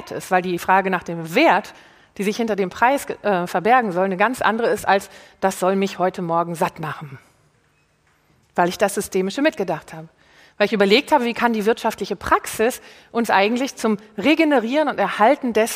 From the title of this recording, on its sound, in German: live vom BAM! Bock auf Morgen Festival